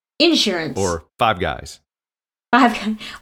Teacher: Insurance and Five Guys is emphasis on the first syllable.